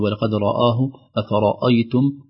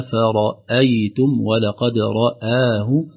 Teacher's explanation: لئلا تؤثر الراء المفخمة على الهمزة المرققة · Shown in: second take